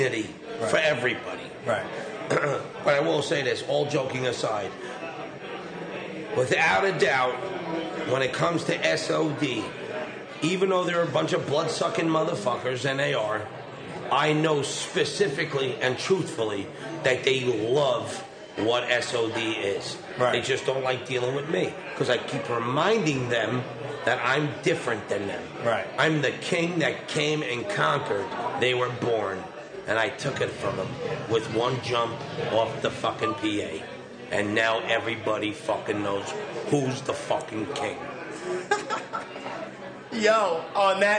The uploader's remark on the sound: Recorded Live from the "Saint Vitus Bar" in Brooklyn.